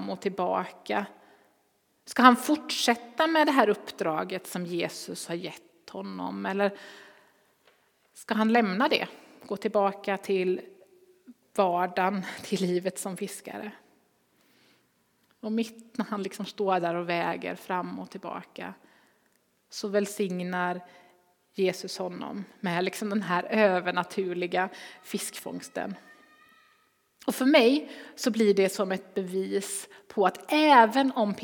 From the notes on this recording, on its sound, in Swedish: Inspelning från Immanuelskyrkan Skövde.